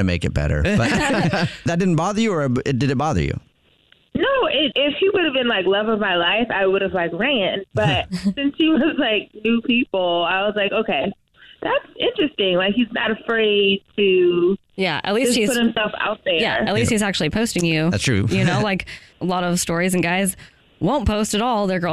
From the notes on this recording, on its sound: A Phone Prank